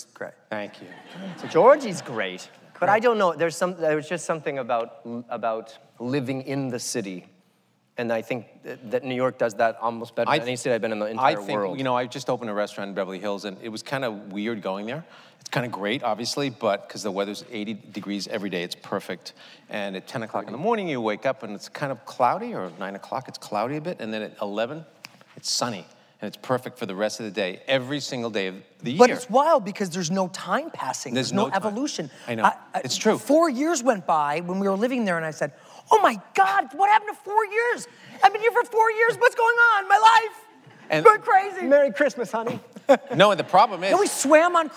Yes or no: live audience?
yes